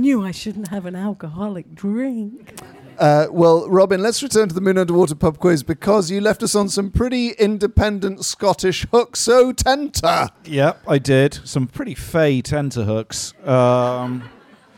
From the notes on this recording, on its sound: We’re live from the greatest pub in the Other Realm. 30 Patrons were lucky enough to experience the mist in person.